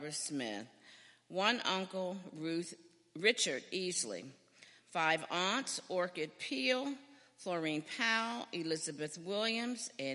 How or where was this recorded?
large echoing room